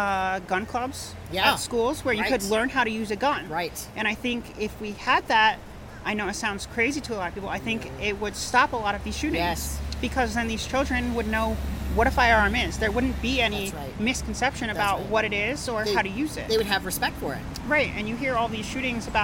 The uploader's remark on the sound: We filmed this interview in her backyard garden, so there is some ambient noise